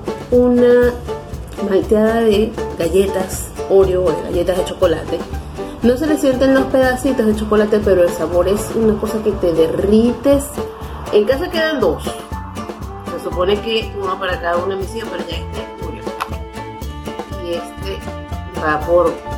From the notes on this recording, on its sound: Recorded with: Telephone Motorola E5. Using Wondershare Filmora 9.